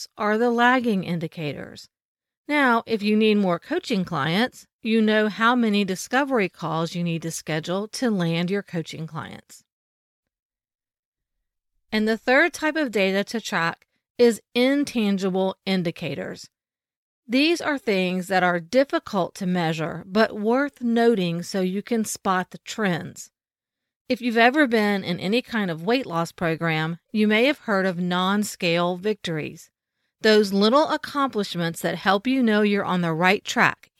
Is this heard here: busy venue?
no